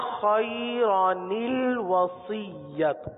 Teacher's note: الوصیت کا جو حمزہ ہے، ال حمزہ ہے، یہ ما قبل ملانے کی صورت میں گر رہا ہے. اور چونکہ پیچھے جو کلمہ ہے وہ خیرن ہے، خیرن، آخر میں نون ساکن کی آواز ہے، آخر میں نون ساکن کی آواز ہے، خیرن نون کی آواز ہے، اس نون کو اس حمزہ کے نیچے لکھ دیا. · Term: حمزہ گر گیا